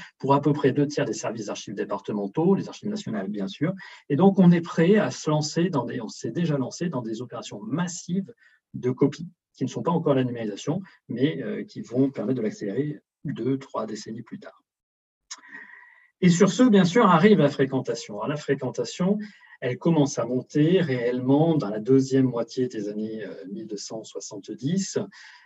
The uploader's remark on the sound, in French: Enregistré sur zoom